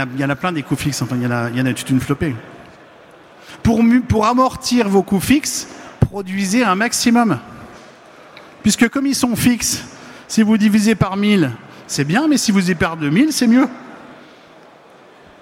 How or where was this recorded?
busy venue